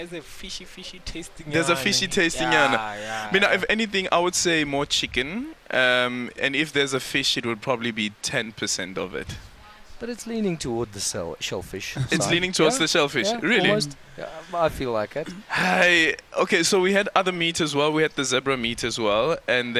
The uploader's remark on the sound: We have been broadcasting live from the Carnivore Restaurant in Muldesdrift.